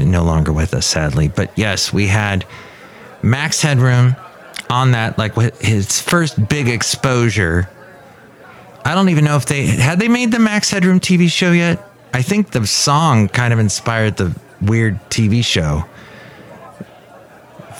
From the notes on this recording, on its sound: podcasts live from Café Anyway